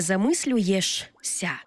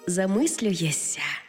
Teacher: Замість «шся» вимовляємо «ся» · Shown in: second take